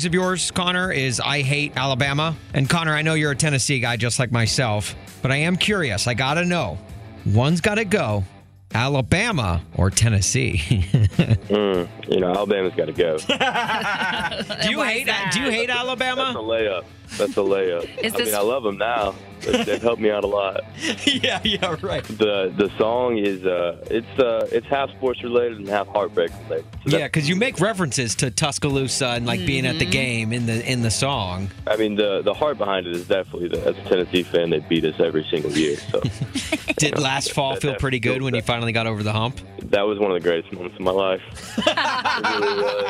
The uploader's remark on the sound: called in to play a round of One's Gotta Go